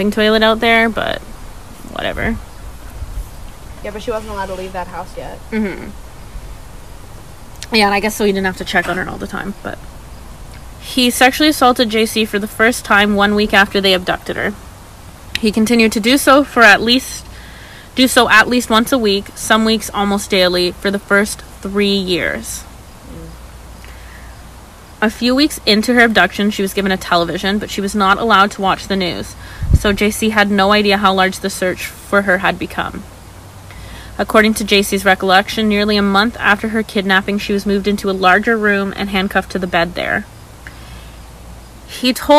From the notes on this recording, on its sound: Apologies for background noise.